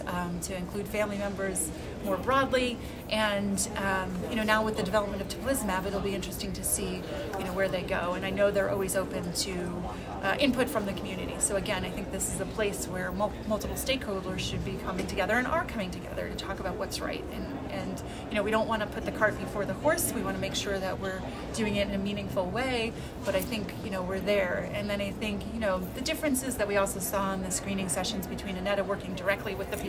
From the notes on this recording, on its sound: recorded during the ADA 2023 Conference